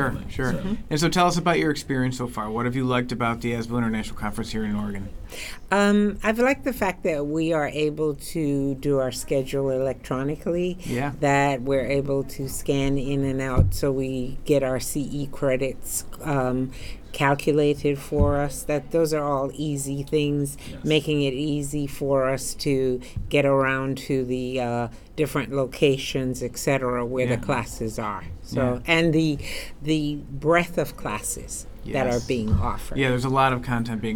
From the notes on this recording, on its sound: LIVE: ASBO International AC&E Conference in Portland, OR. We always love it when we have the opportunity to record live, but this one in particular was very special to SBO Perspectives.